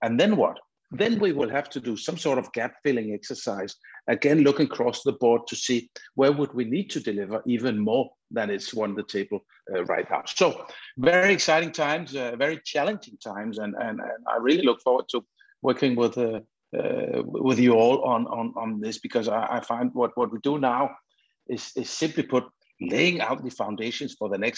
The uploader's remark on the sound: Is a recording of one of our digital events.